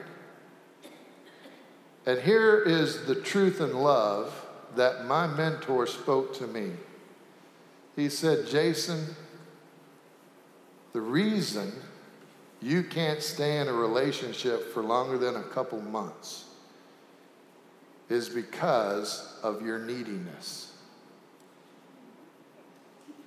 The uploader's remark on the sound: Sanctuary Service